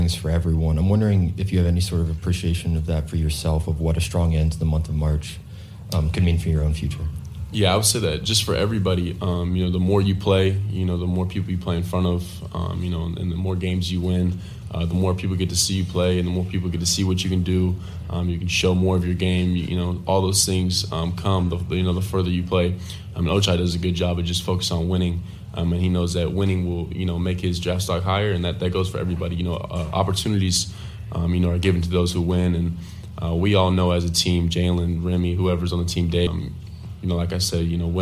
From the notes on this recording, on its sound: press conference audio, all from Chicago, IL